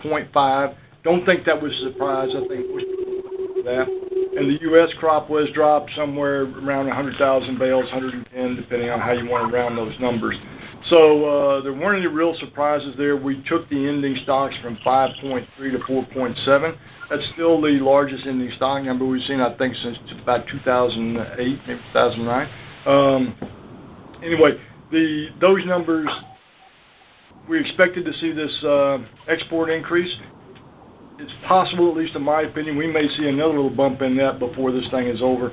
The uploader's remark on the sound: May 2018 Monthly Conference Call.